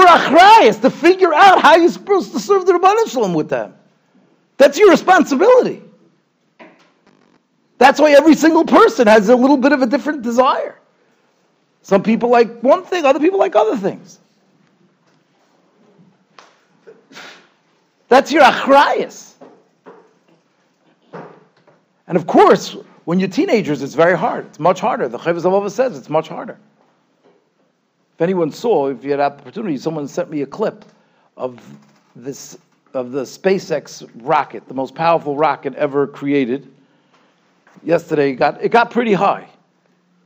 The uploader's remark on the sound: Shiur recorded in Yeshivas Ohr Reuven, Monsey, NY.